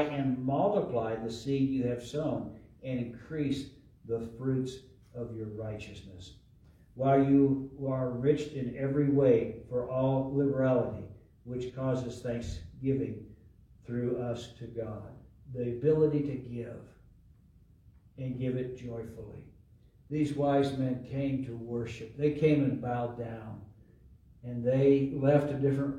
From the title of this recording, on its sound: LIVE from Calvary